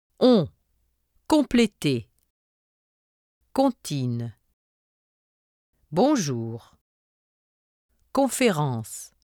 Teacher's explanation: For the sound on, pronounce the English word don't, but drop the nt while still keeping the vowel nasalized